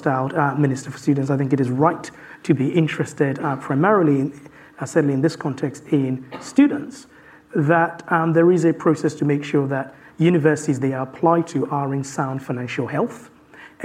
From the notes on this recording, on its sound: live at Wonkfest18